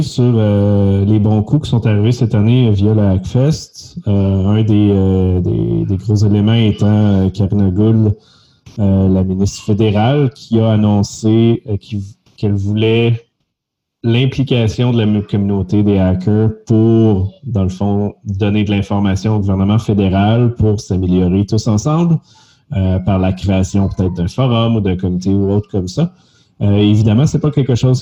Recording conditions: video call